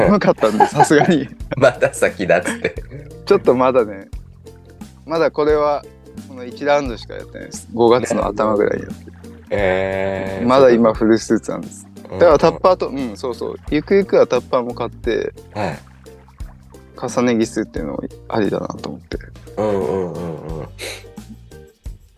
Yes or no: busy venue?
no